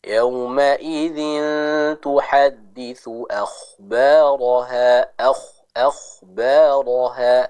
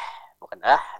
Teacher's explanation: Sama di sini kasusnya itu pada huruf kho yang sukun ya. Jadi kita baca dengan jelas makhraj tempat keluar huruf kho-nya sambil ditebalkan. · Shown in: first take